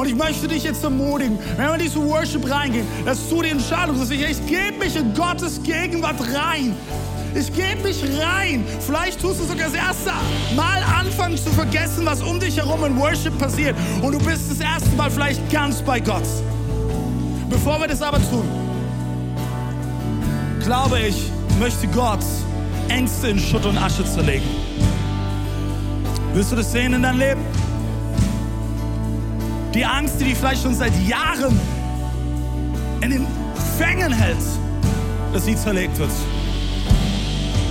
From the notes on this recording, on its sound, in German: Audiomitschnitt der Predigt